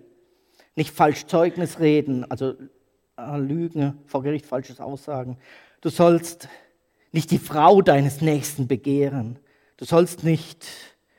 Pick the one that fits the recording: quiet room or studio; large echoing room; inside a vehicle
large echoing room